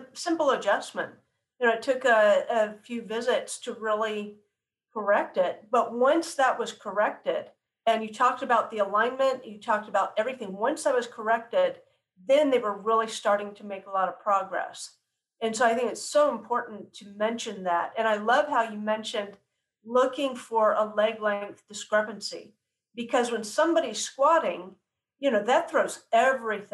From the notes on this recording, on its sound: Podcast was recorded over Zoom, and the audio quality differs from that of the introduction.